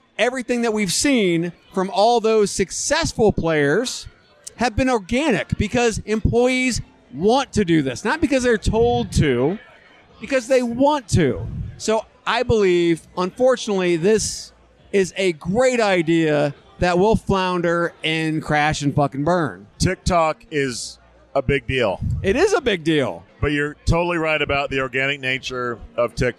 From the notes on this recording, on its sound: Vegas, baby! Live from the Lobby Bar!